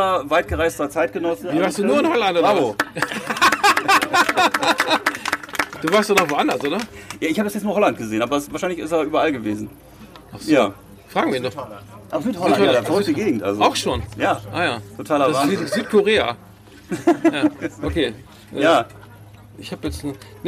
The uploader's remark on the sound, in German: vor waschechtem Publikum!